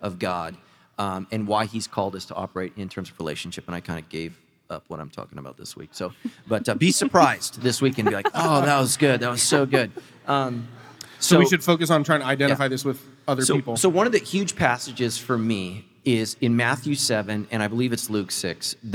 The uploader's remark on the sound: Recorded live with 300 of their closest friends